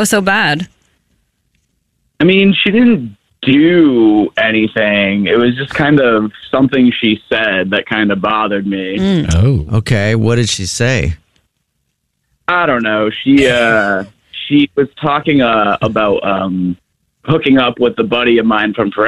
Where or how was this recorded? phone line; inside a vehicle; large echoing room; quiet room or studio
phone line